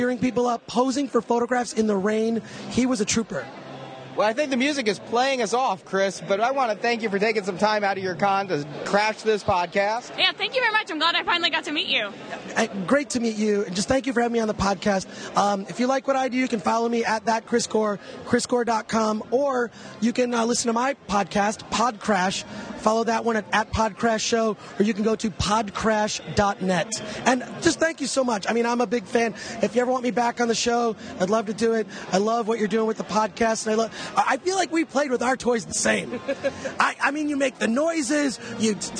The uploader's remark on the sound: On Sunday Star Wars Celebration VI started to wind down. Recording all about it at The Force United booth.